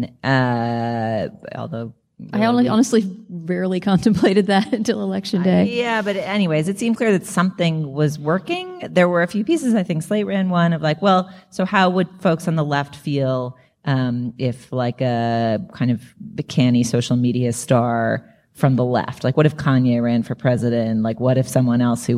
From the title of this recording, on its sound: Live From Toronto Edition